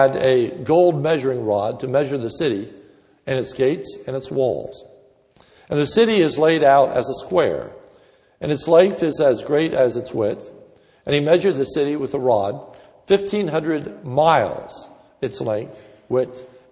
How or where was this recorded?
large echoing room